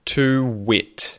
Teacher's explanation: When we have two vowels either side of one another, one at the end of a word, for instance, to, and the other at the start of a word, in this case, it, we link them. And we'll link them with either a W sound, a W sound, W, or a Y sound, a Y sound, a Y.